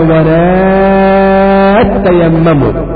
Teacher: فأدغم التاء الأولى في التاء الثانية وقرأ هكذا ولا تيمم.